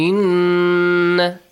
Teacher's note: a nasal sound. I'll also prolong it for two counts. · Term: nun mushaddad